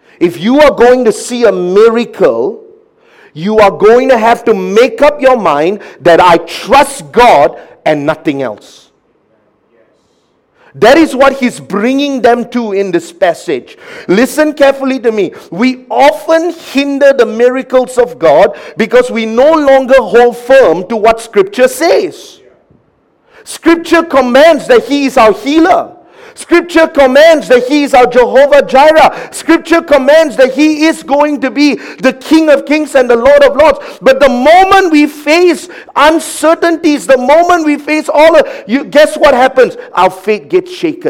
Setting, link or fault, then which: setting, large echoing room